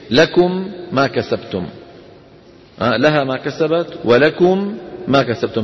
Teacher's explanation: ميمان، ميم ساكنة وبعدها ميم إيه؟ متحركة. فماذا نفعل؟ ندغم الميم في الميم وجوبا. قال رحمه الله: إن تسكن الميم وجوبا أدغمت في مثلها.